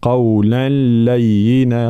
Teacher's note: إدغام بلا غنة، لا نترك معناها صوت يخرج من الخيشوم